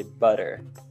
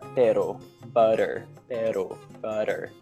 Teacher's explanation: And that is the same sound as in the Spanish, like pero. Like the Spanish R, it's called the tapped R.